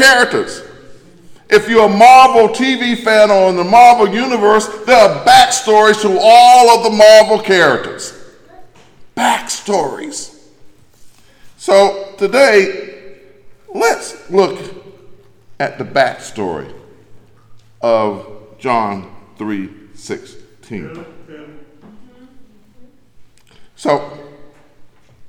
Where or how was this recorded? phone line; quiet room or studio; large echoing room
large echoing room